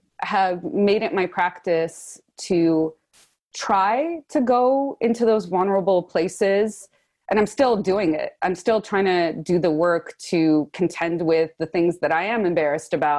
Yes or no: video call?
yes